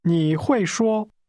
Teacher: The tone in can speak first falls, then returns to a high level.